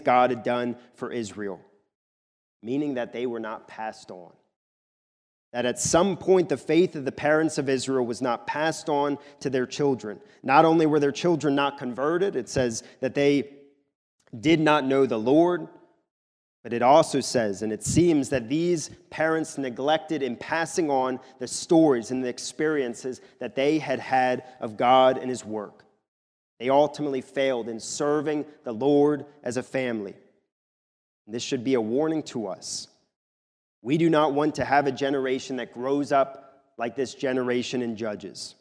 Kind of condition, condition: setting, large echoing room